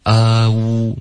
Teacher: 中文的 o 这个音是没有任何滑动的，英文是啊呜。OK，嘴巴张开，再嘟嘴。